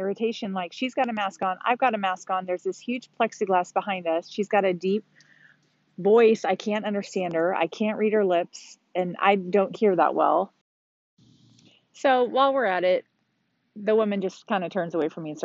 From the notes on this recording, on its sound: comes to you from the sand on Huntington Beach